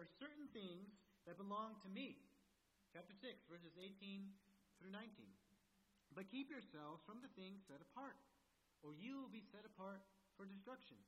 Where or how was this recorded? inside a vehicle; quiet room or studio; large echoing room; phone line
large echoing room